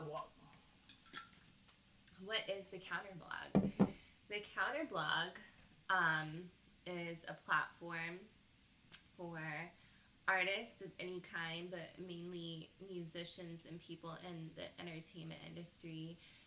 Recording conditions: poor sound quality